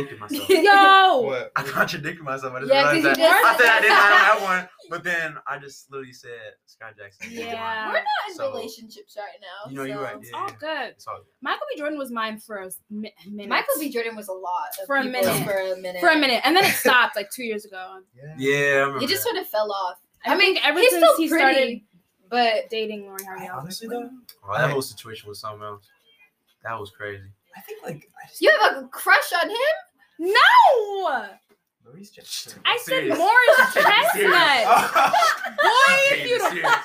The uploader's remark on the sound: Apologies for the sound quality this is our first episode.